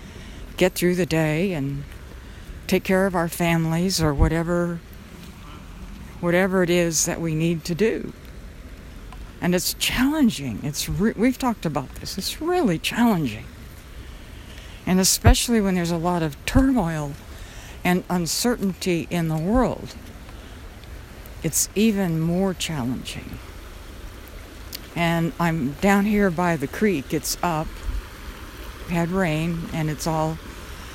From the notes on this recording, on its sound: Walking in the park on a cool and cloudy, rainy day. You may be able to hear the stream as it tumbles over rocks and a few branches.